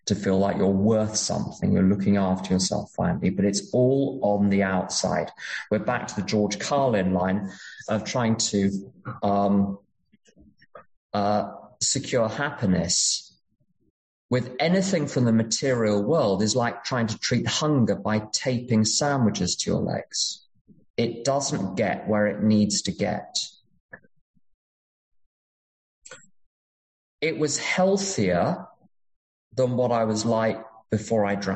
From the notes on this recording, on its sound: at an unknown zoom meeting held in July of 2022